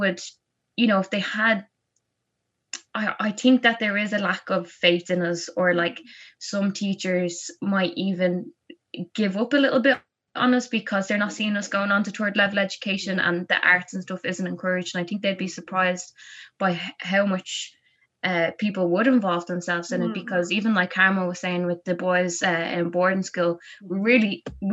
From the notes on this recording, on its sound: This interview was recorded through Zoom so audio quality will vary.